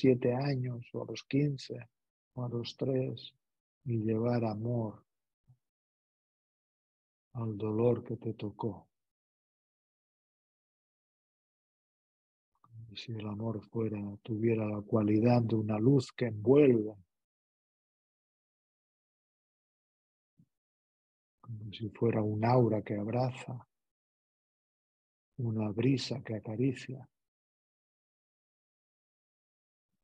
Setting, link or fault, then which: link, video call